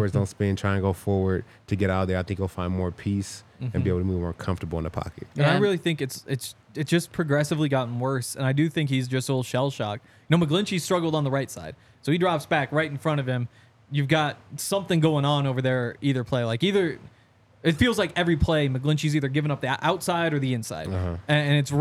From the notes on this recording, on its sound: coming to you LIVE from the DNVR Bar